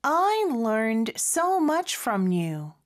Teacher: so much, much를 좀 더 강조를 해주는 경우가 많고요. From you, from 같은 경우는 명확하게 from이라고 발음하지 않고 그냥 from you 이렇게 좀 짧게 발음하는 경향이 있습니다.